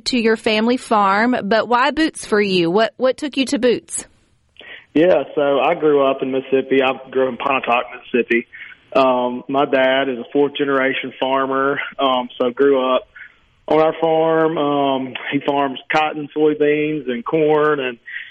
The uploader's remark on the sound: joins the conversation by phone